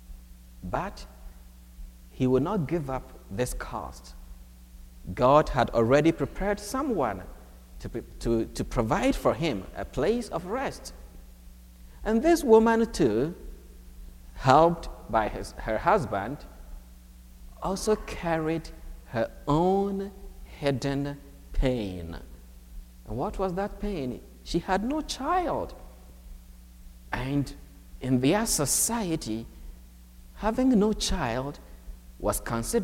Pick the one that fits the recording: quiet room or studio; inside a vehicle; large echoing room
large echoing room